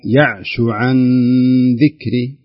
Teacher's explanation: ومن يعش ضم فقط وليس واو.